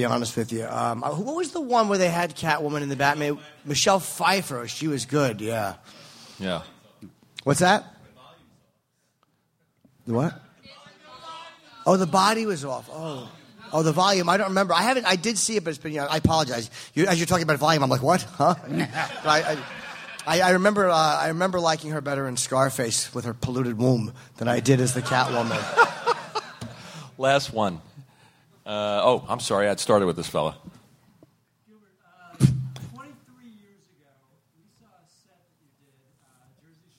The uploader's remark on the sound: travel to Littlefield's in Brooklyn for a live, Super Week/NY Comic Con-themed episode